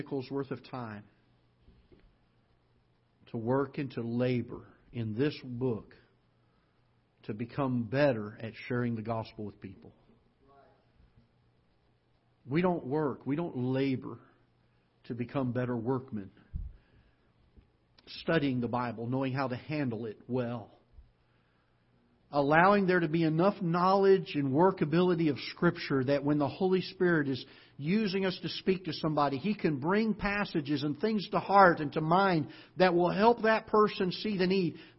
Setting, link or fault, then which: setting, large echoing room